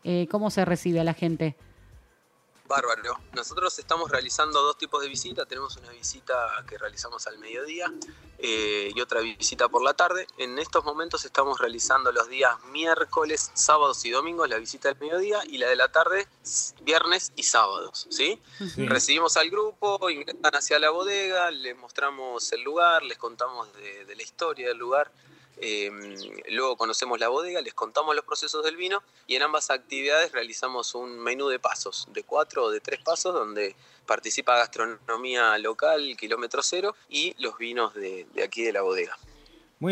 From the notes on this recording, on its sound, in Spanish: Charla telefonica